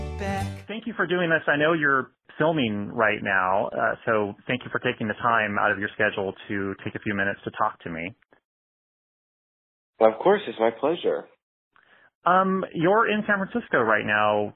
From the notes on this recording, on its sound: calls in to the Pop Shop